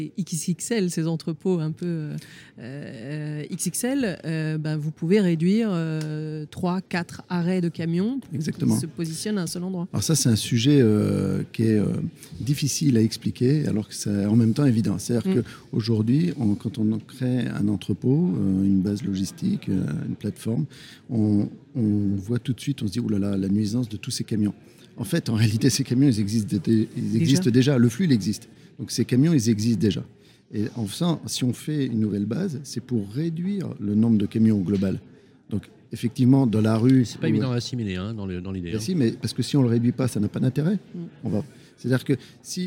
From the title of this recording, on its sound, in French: Emission spéciale en direct du SIMI 2022